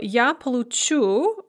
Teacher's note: the stress remains on the end, just as it is in the infinitive or the past tense. But then in all the other non past forms, the stress shifts one syllable to the front.